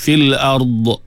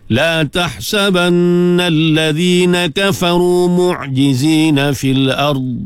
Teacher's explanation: Pegang dhad, jangan lepas. Dia akan jadi qalqalah, jadi salah. Sebab dhad bukan sifatnya qalqalah. · Shown in: second take